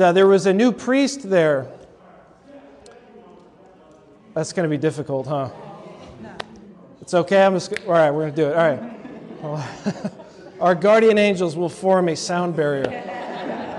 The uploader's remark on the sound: delivered at a recent convocation of Catholic leaders in New Jersey